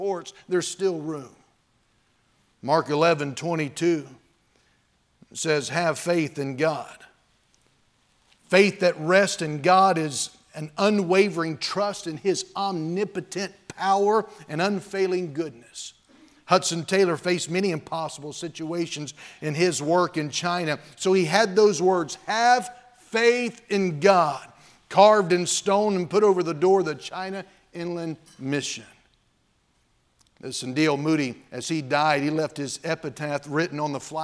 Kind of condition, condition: setting, large echoing room